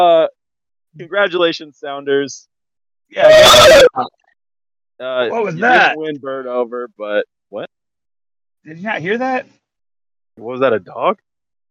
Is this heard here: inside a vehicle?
yes